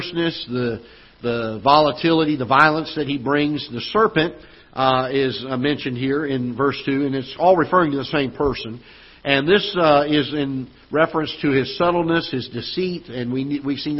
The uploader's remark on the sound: Ketha Heights Baptist Church ~ Live Broadcast